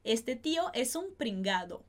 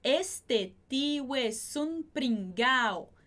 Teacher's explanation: Sem essa pronúncia do D. · Shown in: second take · Term: redução de particípio